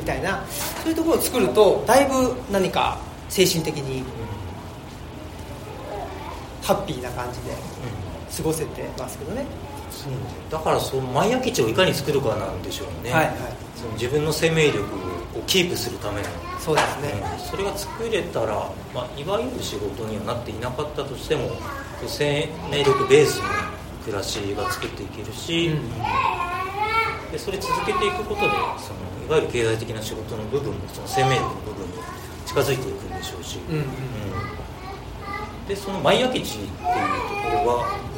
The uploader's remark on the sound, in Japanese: 生駒市某所自治会館で行なわれた。オムラヂ汗まみれ 公開収録に。